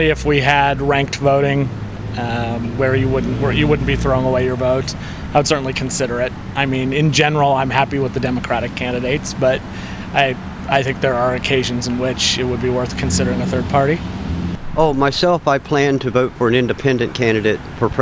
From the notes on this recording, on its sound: Voices in the Street hit the Streets to ask Bloomington residents when to break with the two party system.